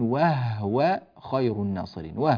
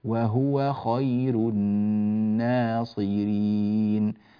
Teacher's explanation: ننبه إلى ضم الهاء في وهو ولا تسكن · Shown in: second take · أما الإخوة الذين يقرؤون برواية قالون فيتعين عليهم تسكينها فيقولون وهو خير الناصرين.